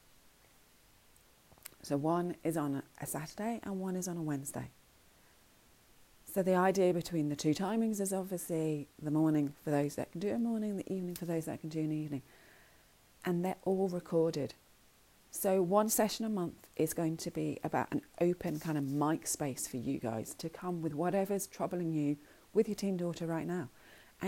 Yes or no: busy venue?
no